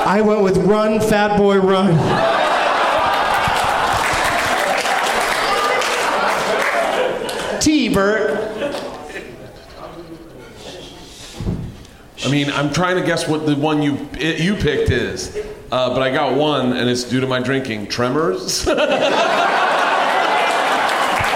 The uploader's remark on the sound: Live from The Improv in Fort Lauderdale